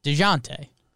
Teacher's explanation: You get a sort of Z sound at the start of the second syllable. DeJounte. I think, like, on a pronunciation guide, it would say, like, it has, like, the ZH.